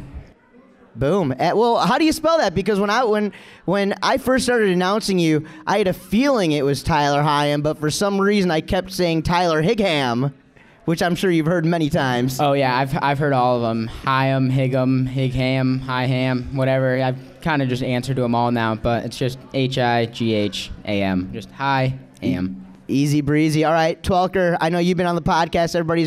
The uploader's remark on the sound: Recorded live from the 32nd Active Water Sports' Evening With the Stars event in Oregon City.